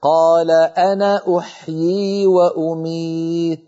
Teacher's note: على رواية حفص لا تمد الألف في أنا